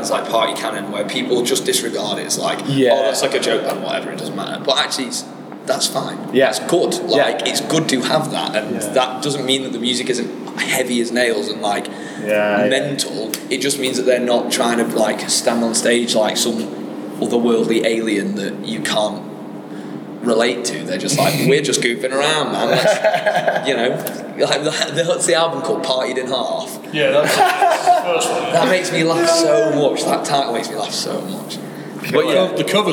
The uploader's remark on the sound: backstage at RADAR 2023 in Manchester